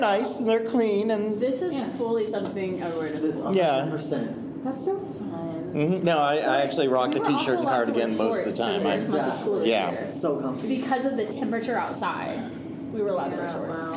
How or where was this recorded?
busy venue